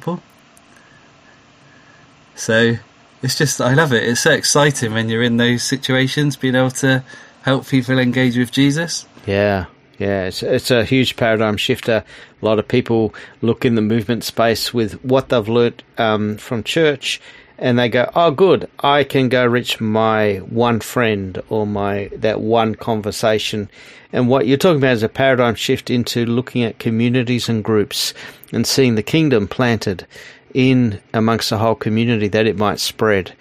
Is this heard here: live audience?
no